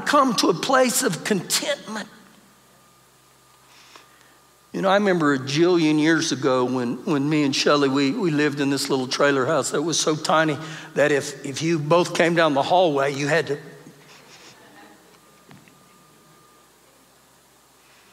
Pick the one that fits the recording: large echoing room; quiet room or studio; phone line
large echoing room